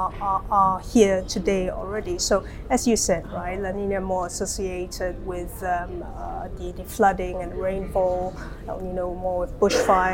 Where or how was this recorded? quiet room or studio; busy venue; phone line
busy venue